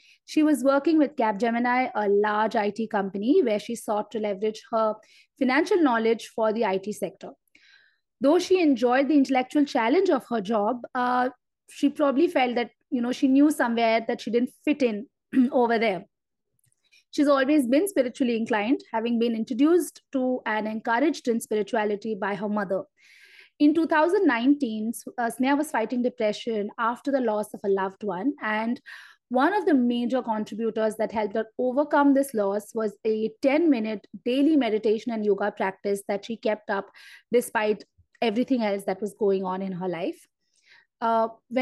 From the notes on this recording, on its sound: Instagram Live